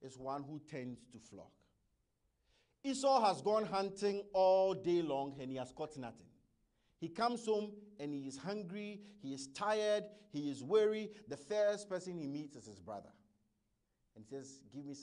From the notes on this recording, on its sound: Message preached at ICGC Toronto Assembly